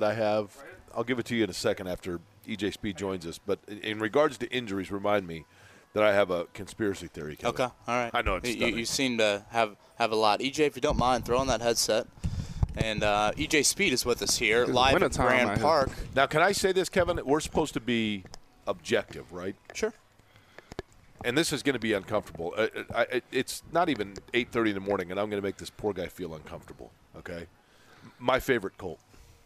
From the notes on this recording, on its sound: LIVE from Colts training camp in Westfield!